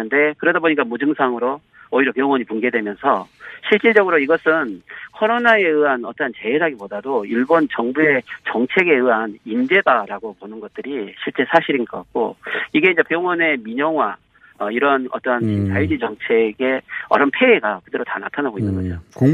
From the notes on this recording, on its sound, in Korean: 전화연결